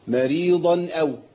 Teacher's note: لأنها مكسورة، وعند اي راء مكسوره في القران هي راء مرققه. ماري ضا، والضاد عندي مفخمه مطلقه مستعليه، حرف قوي جدا